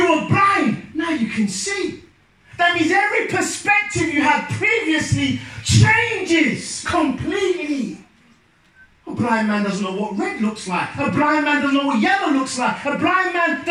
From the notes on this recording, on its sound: Youth Day at Penderford SDA Church. Sermon preached at Penderford SDA Church.